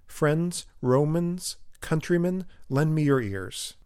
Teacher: Notice he starts on a stressed syllable, which is unusual. Usually you start with the unstressed syllable, friends.